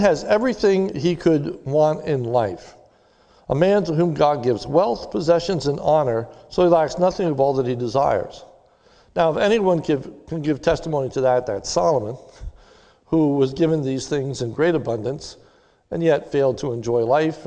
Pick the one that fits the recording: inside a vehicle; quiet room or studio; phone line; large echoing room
large echoing room